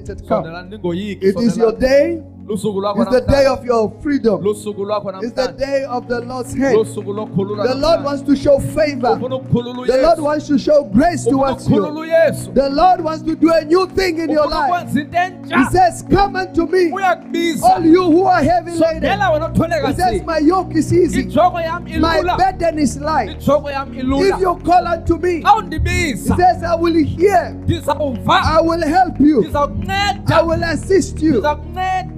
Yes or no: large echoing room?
yes